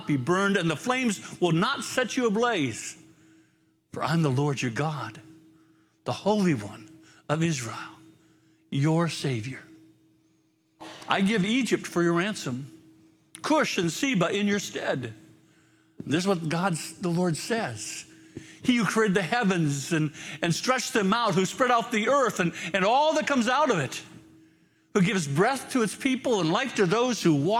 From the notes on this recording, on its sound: Live from our Celebration Ministry Center